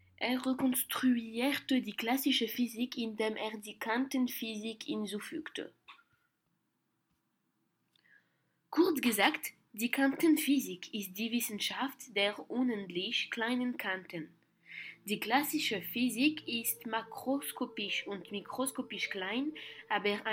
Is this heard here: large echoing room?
no